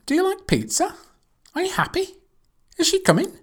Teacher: But number one is yes, no questions. Rising intonation to be polite.